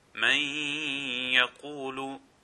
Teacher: So you make Idgham, mixing the sound of the Noon with the Ya and making Ghunna at the same time · Term: Idgham with Ghunna